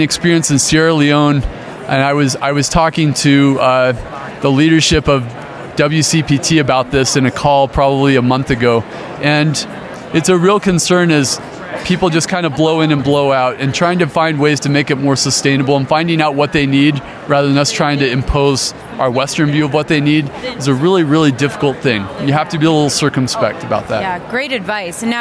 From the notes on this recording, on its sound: LIVE from the Private Practice Section Annual Conference in Colorado Springs, Colorado